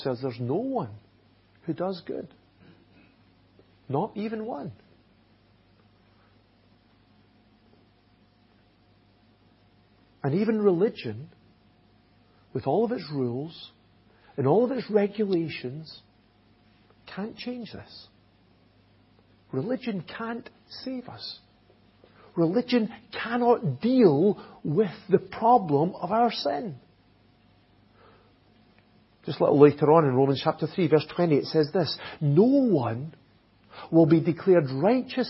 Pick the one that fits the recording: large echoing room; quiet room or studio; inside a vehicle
large echoing room